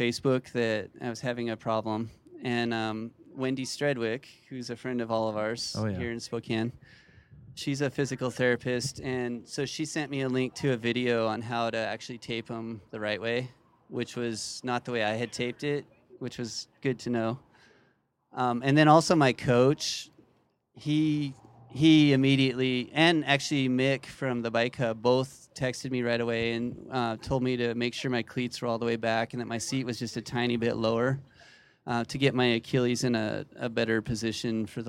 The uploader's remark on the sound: Live at Bennidito's Pizza in Spokane, WA